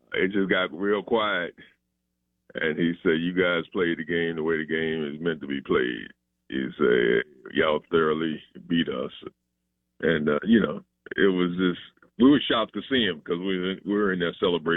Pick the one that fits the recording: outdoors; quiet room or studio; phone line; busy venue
phone line